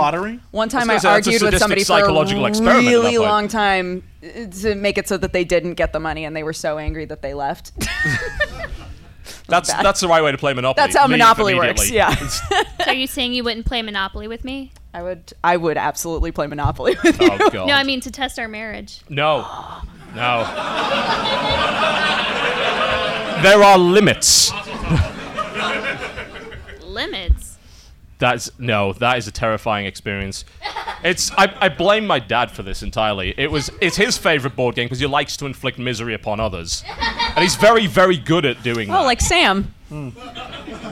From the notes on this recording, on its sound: The podcast was broadcast live at Dragoncon in Atlanta, Georgia.